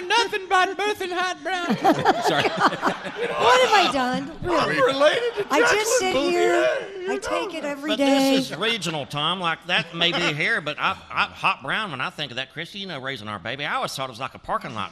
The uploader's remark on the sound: live from the Bourbon museum in Louisville